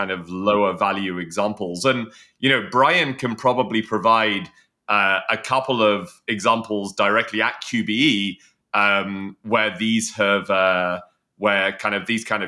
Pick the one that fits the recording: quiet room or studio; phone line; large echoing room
quiet room or studio